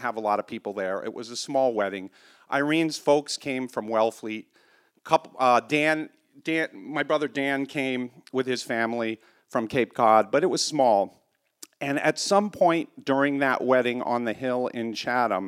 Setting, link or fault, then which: setting, live audience